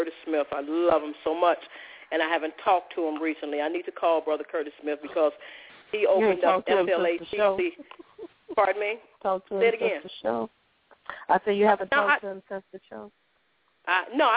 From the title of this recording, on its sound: Opens Up The Phone Lines